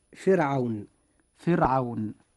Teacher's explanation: حرف الراء في هذه الكلمة، كلمة فرعون، جاء ساكنا وجاء قبله كسر أصلي وهو الفاء المكسورة فرعون، وجاء بعد الراء حرف ليس من حروف الاستعلاء وهو العين، فبذلك يتحقق الشرطان: كسر أصلي قبل الراء، وحرف ليس من حروف الاستعلاء بعد الراء، لذلك وجب ترقيق الراء هكذا.